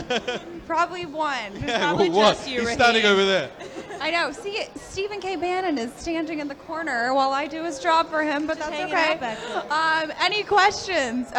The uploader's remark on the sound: Live From AMFest 2023